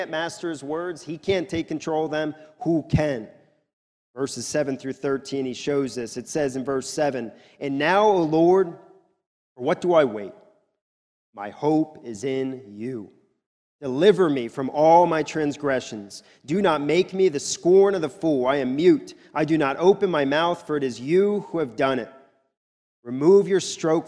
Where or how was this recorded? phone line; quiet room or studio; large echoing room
large echoing room